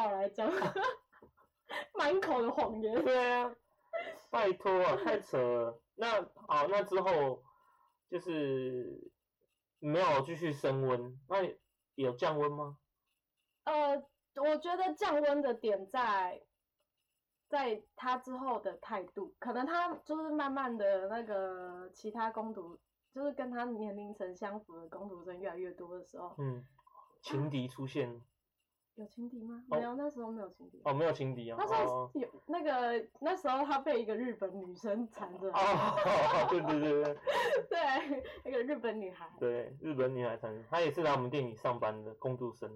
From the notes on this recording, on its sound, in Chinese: 跟第一集的收音差很多